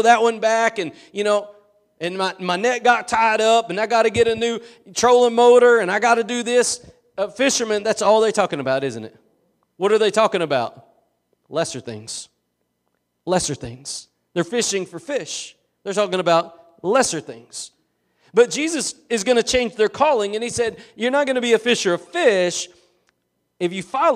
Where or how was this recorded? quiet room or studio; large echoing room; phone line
large echoing room